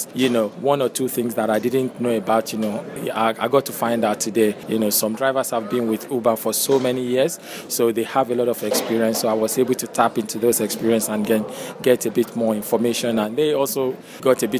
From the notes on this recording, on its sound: You'll also hear interviews from partners who attended the Expo. Partner Interviews from the London Uber Expo.